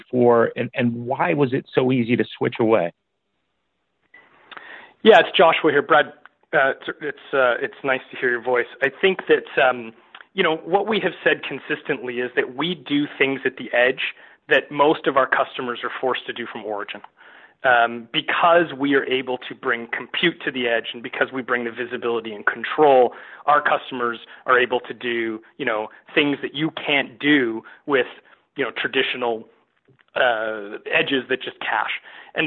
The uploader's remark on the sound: Q3 2020 Earnings Conference Call